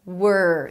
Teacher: You start with a W and then you move on to the R immediately. Were. There is no O in the middle, so don't say something like world, okay?